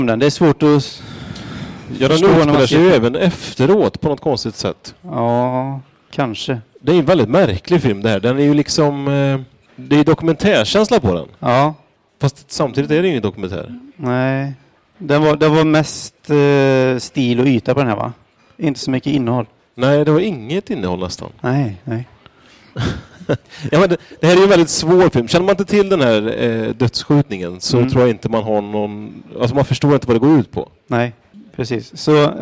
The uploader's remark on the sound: Göteborg Film Festival Live